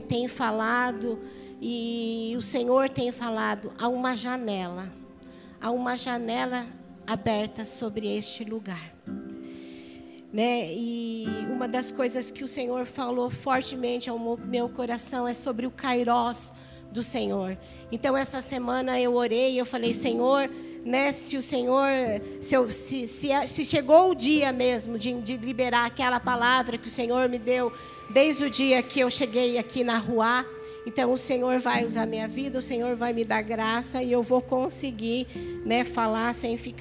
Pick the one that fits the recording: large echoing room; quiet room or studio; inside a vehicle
large echoing room